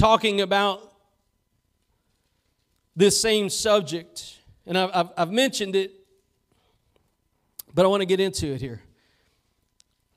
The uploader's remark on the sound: Preached at Gospel Lighthouse in Bossier City, La.